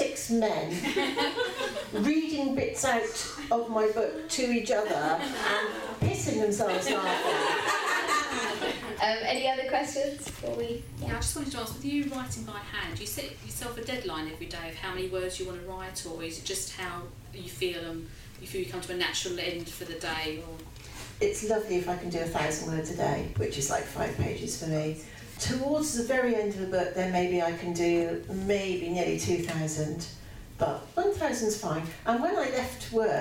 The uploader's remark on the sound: Recorded at a live event in front of an audience at Waterstones Gower Street. Produced by Pineapple Audio Productions.